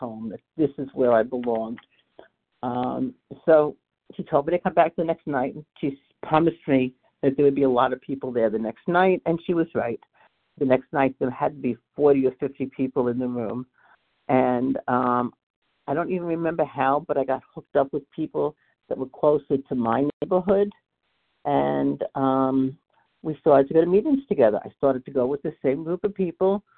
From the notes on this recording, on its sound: qualification from the 100 Pounders Phone Meeting